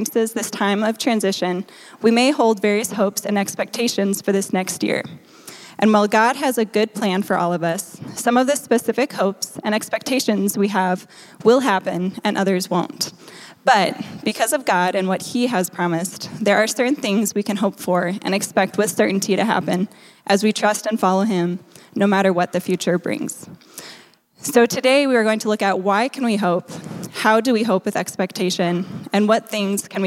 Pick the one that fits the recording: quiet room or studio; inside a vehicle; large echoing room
large echoing room